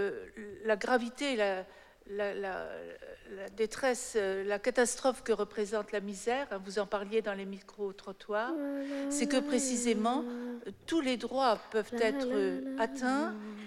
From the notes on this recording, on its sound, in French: Émission spéciale : en direct de la journée mondiale du refus de la misère à Metz. Ils ont accueilli des représentants des différentes associations de défense des Droits de l’Homme.